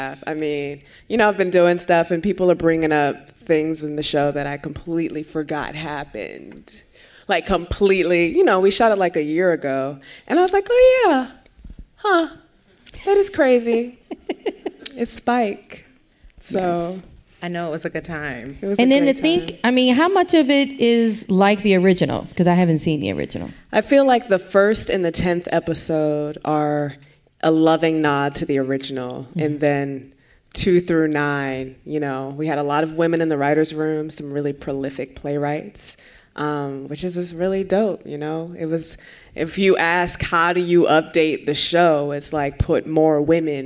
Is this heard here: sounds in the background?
no